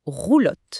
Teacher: On sent juste un léger raclement tout au fond, comme un petit moteur qui démarre doucement. Roulotte. C'est presque délicat, en fait.